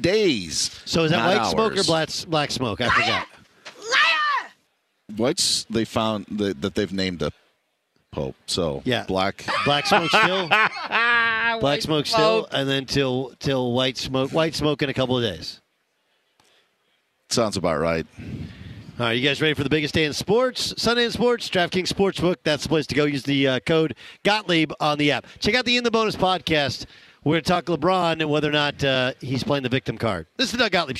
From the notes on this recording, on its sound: live from Radio Row in Phoenix ahead of the Super Bowl!